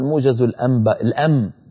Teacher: أرأيتم كيف قلب النون إلى ميم؟ أسهل.